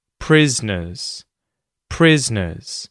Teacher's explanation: which syllable in the word prisoners is emphasized? It's the first one.